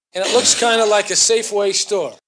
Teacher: it's a rather soft or even deleted R, a sort of what we call a non-rhotic pronunciation. It's more like store than store.